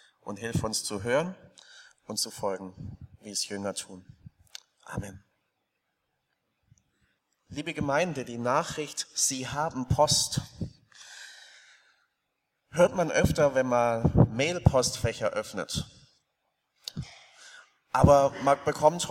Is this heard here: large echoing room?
yes